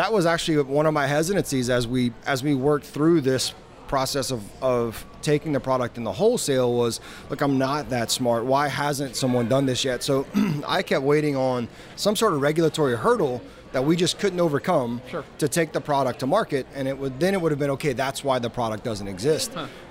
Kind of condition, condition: setting, busy venue